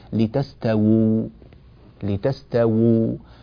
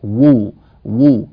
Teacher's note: إذا وصلنا نقول لتستووا على ظهوره، وإذا وقفنا نقول لتستووا لتستووا، فنضم الشفتين ثم نزيد في ضمهما لبيان الواو التي تليها، وو وو هكذا.